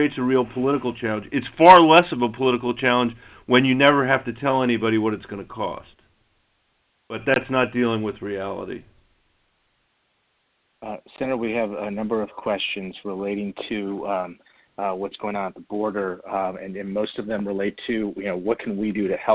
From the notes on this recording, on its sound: conference call with business leaders both from Colorado and across the country